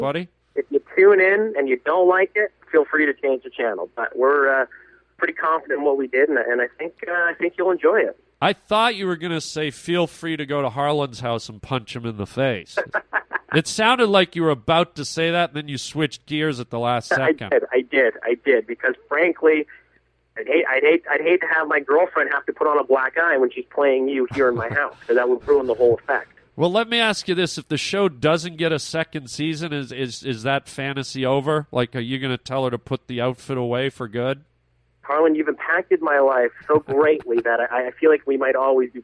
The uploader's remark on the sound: A phone call